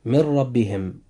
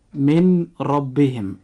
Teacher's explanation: وجود حرف الراء في كلمة ربهم جاء بعد حرف النون الساكن في من، فهنا يجب أن يحدث إدغام بغير غنة · Shown in: first take · فننطق هاتين الكلمتين هكذا: من ربهم، ولا ننطقها هكذا: من ربهم.